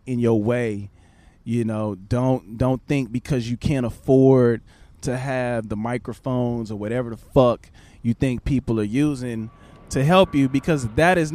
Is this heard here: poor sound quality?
no